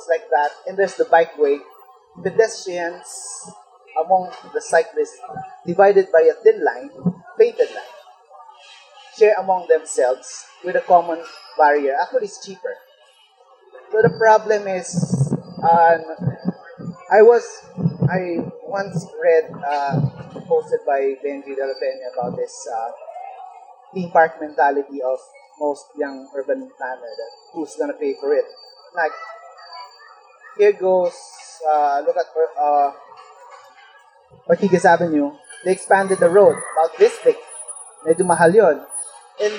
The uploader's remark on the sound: Recorded on 2 February 2019 at the UrbanisMO x Chevening Chat held at the Pearl Drive Carless Area, Pasig City.